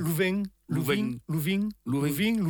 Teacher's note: la nasale finale est une caractéristique provençale